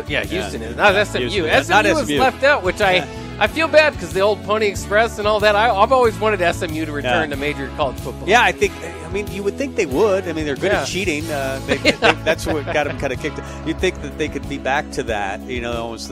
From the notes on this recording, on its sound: Tailgate Tuesday live from Chick-Fil-A.